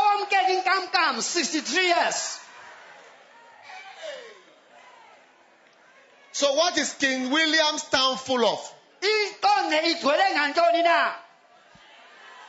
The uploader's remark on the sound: Preached at Healing Jesus Campaign, King Williams Town - South Africa